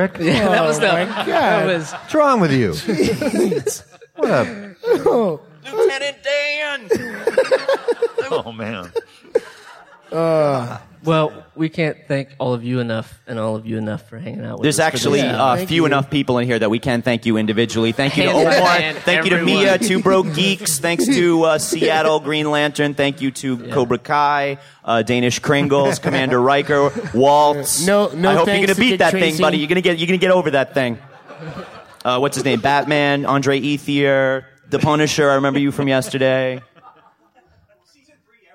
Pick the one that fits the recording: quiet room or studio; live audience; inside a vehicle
live audience